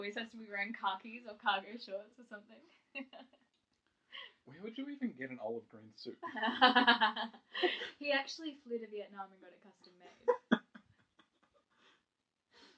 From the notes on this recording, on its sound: Sorry that the audio is very low